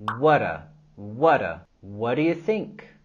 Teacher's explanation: La letra T al final de what y la letra D al inicio de do, podemos juntarlos para formar un solo sonido como la R suave en español.